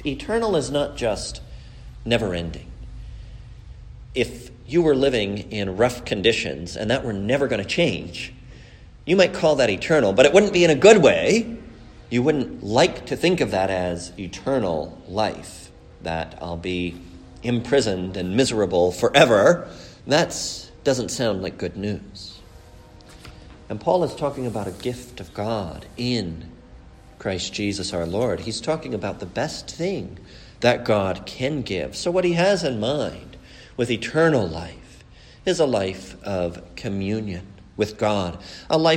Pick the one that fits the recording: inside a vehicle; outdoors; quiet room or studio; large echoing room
large echoing room